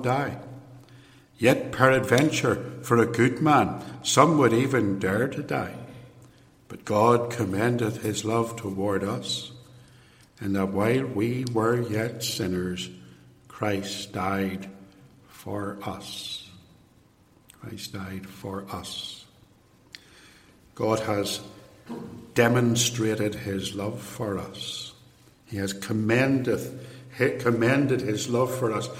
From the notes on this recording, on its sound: lecture, given in 2017 at Templepatrick Reformed Church